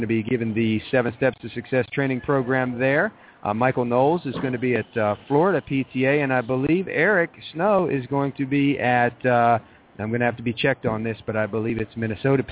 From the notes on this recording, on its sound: We will be broadcasting LIVE from the SDE Conference in Las Vegas.